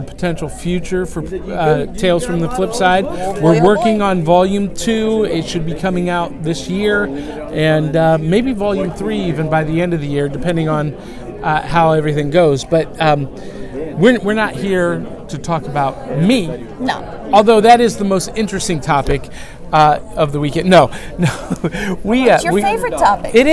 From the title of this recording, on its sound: Live from ShadowCon 2018!